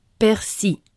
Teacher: Les grammairiens sont divisés et les dictionnaires Larousse et Le Robert conseillent de prononcer sans le L